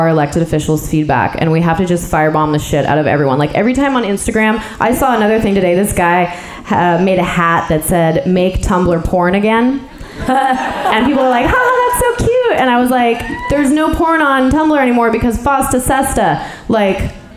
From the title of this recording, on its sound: Live from Portland